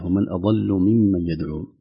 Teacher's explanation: الضاد حرف مستعل ضخم واقع بين همزة رقيقة ولام رقيقة كذلك، لو لم ننتبه لأثرت نقول أضل لكن الصحيح هو من ومن أضل.